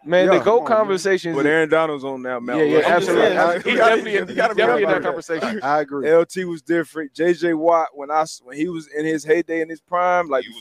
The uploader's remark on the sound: Live from Media Row at the Super Bowl